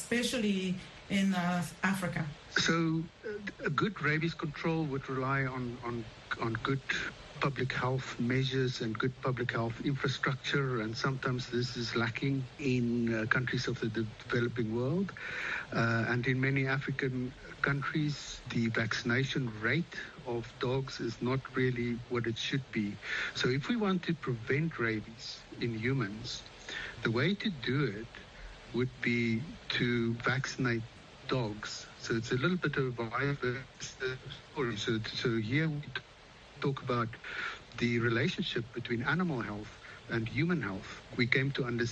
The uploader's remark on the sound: Health Chat is a live call-in program that addresses health issues of interest to Africa. The show puts listeners directly in touch with guest medical professionals.